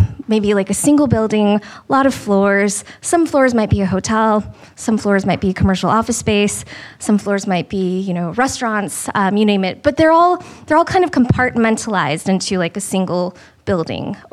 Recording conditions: live audience